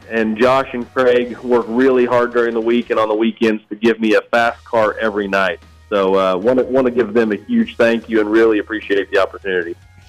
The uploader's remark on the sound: Joins us over the phone